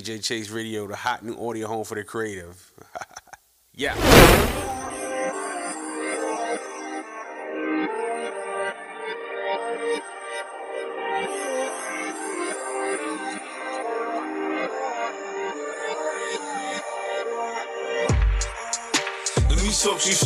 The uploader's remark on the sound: live at the Military Grind Ten Tape Concert